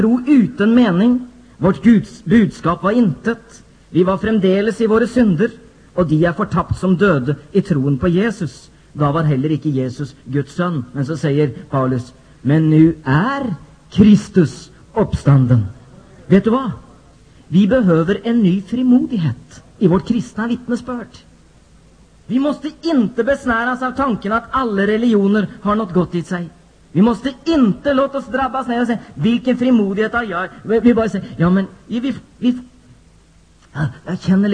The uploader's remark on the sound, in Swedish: Inspelad vid kvällsmötet vid Nyhemsveckan i Mullsjö 16 juni 1994.